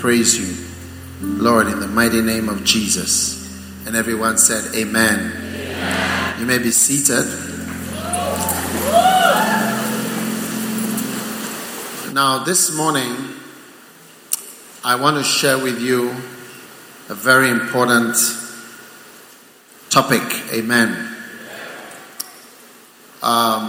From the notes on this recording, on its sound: Preached at the First Love Center, Accra.